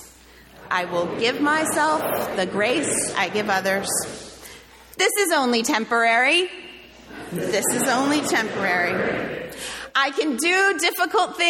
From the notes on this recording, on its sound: sermon delivered on July 30, 2023